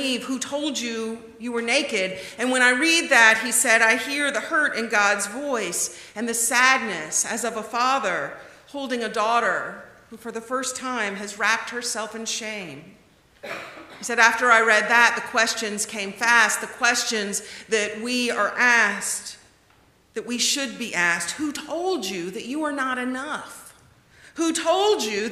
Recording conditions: large echoing room